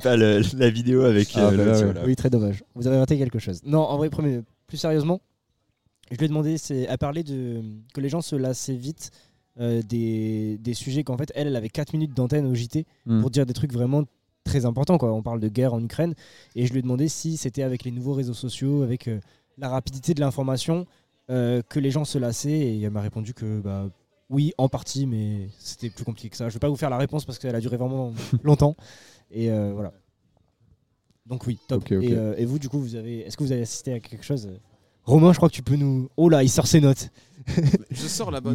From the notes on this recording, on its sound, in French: On se retrouve pour un nouvel enregistrement au Festival International de Journalisme !